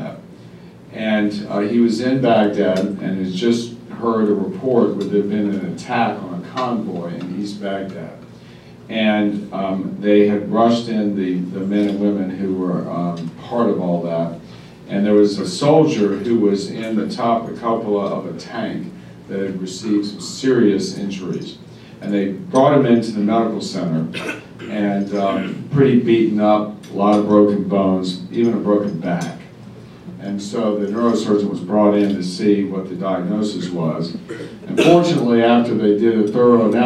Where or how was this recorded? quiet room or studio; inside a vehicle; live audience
live audience